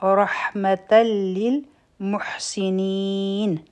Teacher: په رحمتن کې به را غټه وایو، ح به د حلق نه وایو. په تا باندې تنوین دی، مخکې لام راغی، نو دلته کې به ادغام کوو بغیر د غنه نه